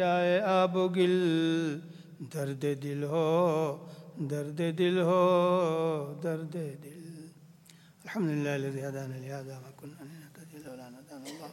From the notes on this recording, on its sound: At the Houghton Masjid (West Street).